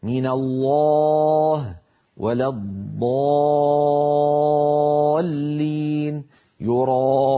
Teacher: صوت الألف المفخمة ينضغط إلى قبة الحنك، وذلك بسبب تقعر وسط اللسان وتضيق الحلق